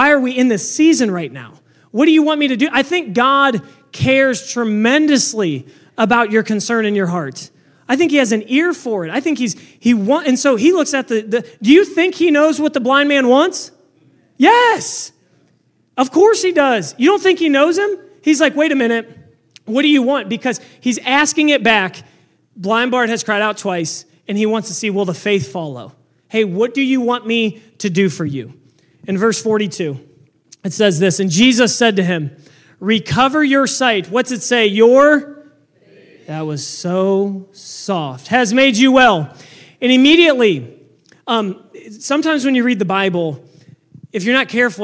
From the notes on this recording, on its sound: This message was preached on September 10, 2023 at FIVE39 Church.